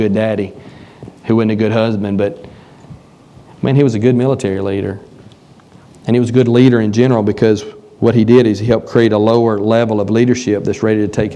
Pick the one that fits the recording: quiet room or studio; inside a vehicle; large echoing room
large echoing room